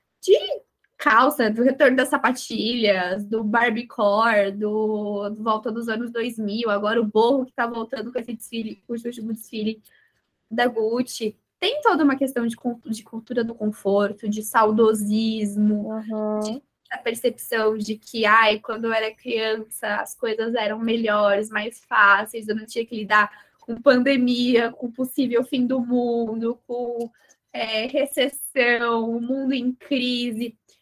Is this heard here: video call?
yes